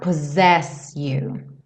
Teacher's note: A gente vê dois S's, mas tem um som de Z esse meio, tá?